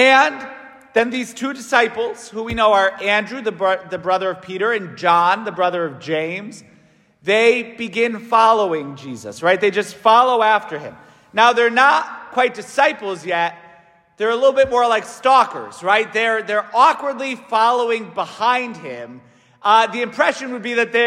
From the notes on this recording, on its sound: St Francis Catholic parish homily